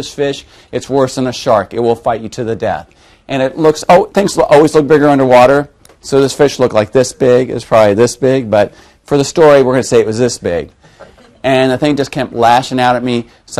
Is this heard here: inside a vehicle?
no